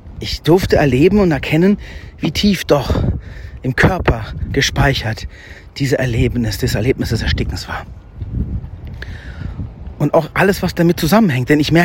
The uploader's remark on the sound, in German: Live vom Jakobsweg.